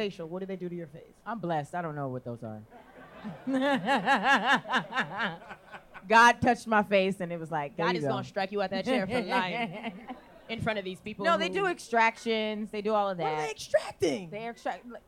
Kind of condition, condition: setting, live audience